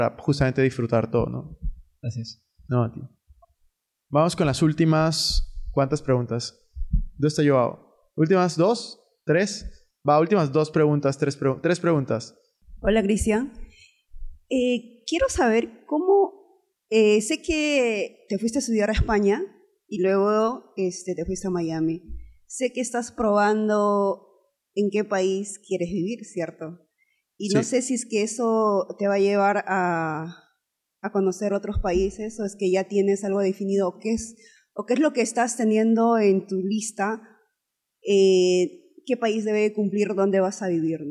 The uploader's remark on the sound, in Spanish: En este episodio respondemos en vivo todas las preguntas hechas en el Taller de Inteligencia Financiera.